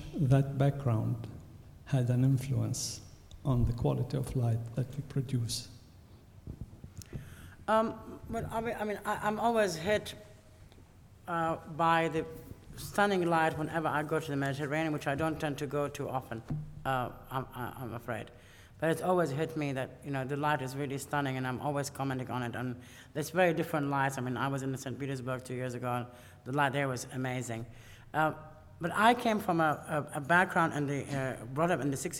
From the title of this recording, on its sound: Lecture at RIBA, 2006